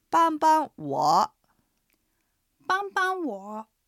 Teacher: バンバンワの最初のバンは一声平らに伸ばす音です。 2回目のバン、繰り返すバンは軽声、軽く読みます。ワは三声、下がってから上がる音です。一声、軽声、三声の組み合わせです。バンイーシャは、バンが一声、イーシャはイーが二声で上がって、シャが、四声で下がります。では繰り返して聞いてみましょう。助けてください。バンバンワ。バンバンワ。バンイーシャ。バンイーシャ。どうでしょうか、聞き取れましたか。では続いて2つ目のセンテンスです。助けて。救命。この救命は漢字で書くと救命措置とか救命胴衣とかの